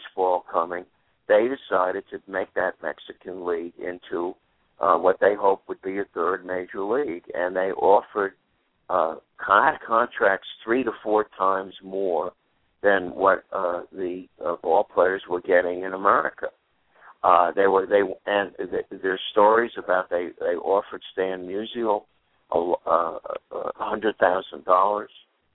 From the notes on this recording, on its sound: will call